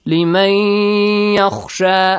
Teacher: And also the noon ساكن sound will be deleted. Or will be merged into ye sound.